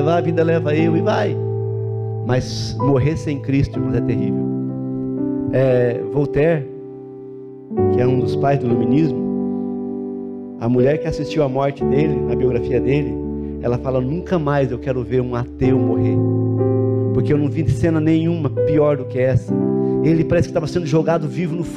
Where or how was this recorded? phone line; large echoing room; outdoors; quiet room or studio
large echoing room